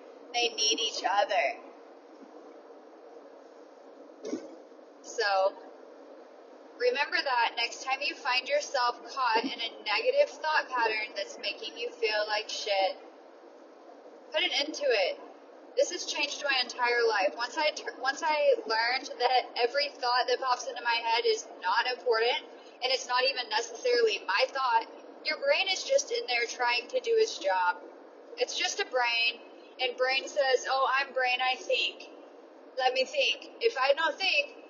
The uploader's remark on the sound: It is little off the cuff riffs with me in my car during my commute. These episodes are not about sound quality. I am well aware that it is far from professional sounding.